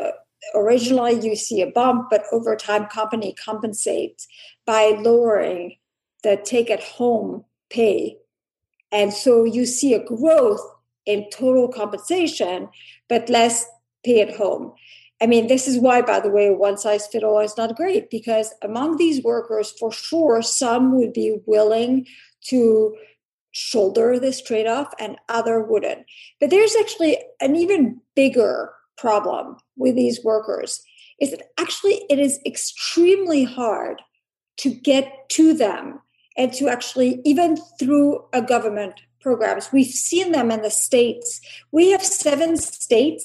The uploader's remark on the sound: The Bridge Policy Download produced by the Mercatus Center at George Mason University. We’re bringing you the audio from a recent virtual congressional briefing.